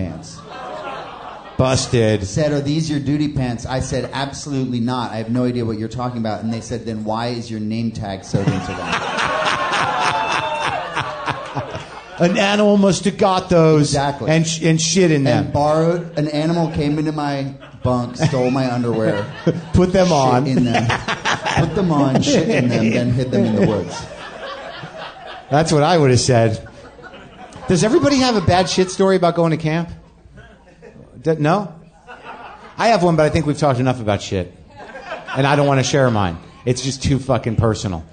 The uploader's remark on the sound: Back at Comix in New York City for another live WTF